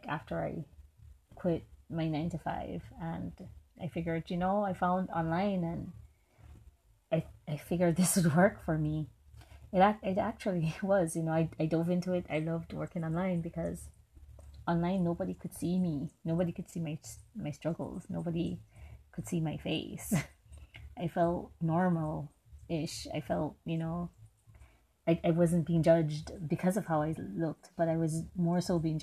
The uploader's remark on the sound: Don't mind the many nature sounds.